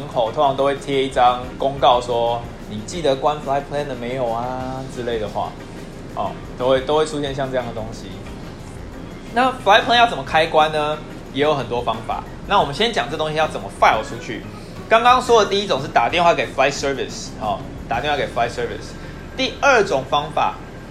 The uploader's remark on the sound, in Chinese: 不知道為啥這集錄音雜音有點重